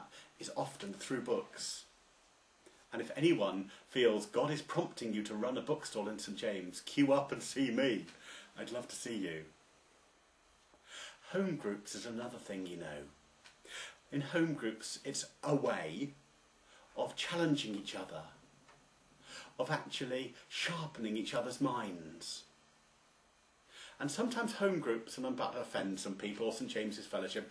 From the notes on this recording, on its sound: It was originally preached on Sunday 4th October 2009, at St James Church, Styechale, in Coventry, England.